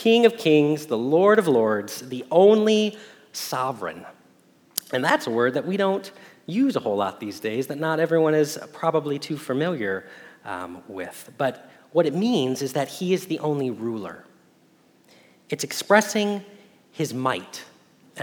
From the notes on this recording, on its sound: Message Preached at Valley Creek Church